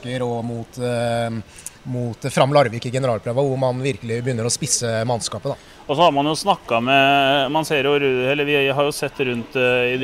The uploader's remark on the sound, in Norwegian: Fotballpodkast fra Stadion. Et fotballsultent podkast-panel har derfor flyttet studioet til Fredrikstad Stadion.